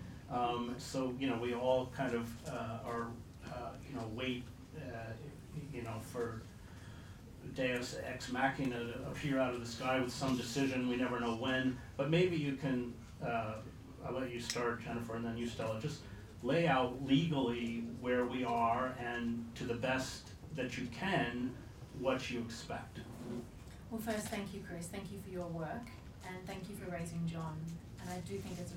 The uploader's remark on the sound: This is a panel I moderated on Monday evening. At The Frontline Club in London.